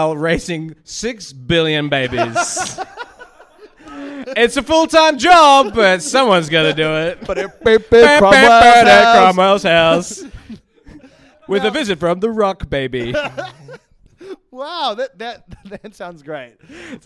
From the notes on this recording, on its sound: In this live episode. With the help of a fan's parents in the audience.